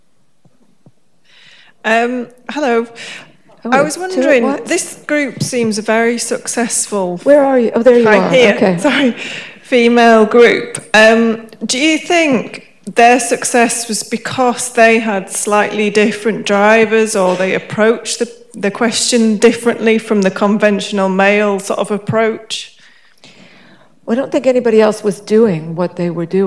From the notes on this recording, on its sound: An exclusive Sydney Science Festival presentation